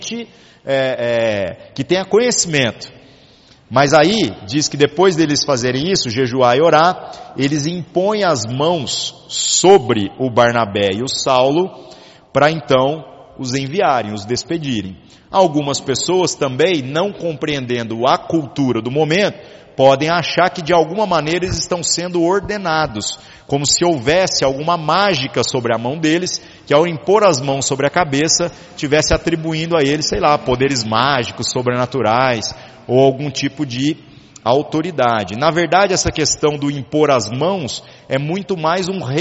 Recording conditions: large echoing room